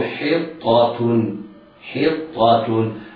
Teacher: الحاء مكسورة مرققة والطاء مشددة مفتوحة مفخمة، بعدها تاء مرققة